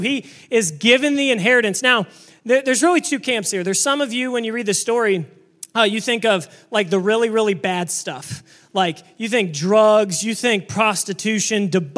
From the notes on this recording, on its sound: This message was preached on September 17, 2023 at FIVE39 Church.